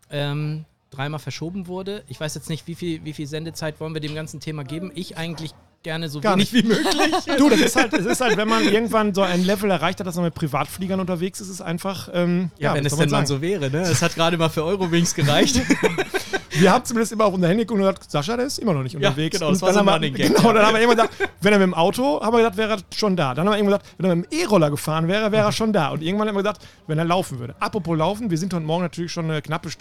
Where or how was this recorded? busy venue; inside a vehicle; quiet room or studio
busy venue